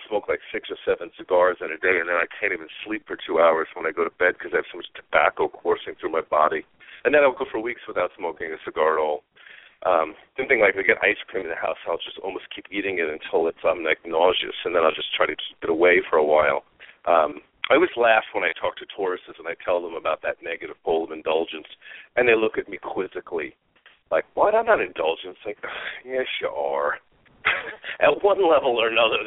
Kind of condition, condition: link, phone line